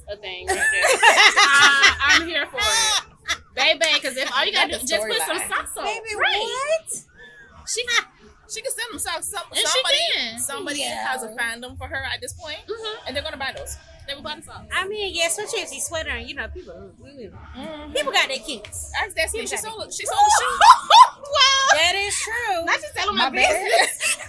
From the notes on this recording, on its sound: brought to you live from the MPN Podcast Stage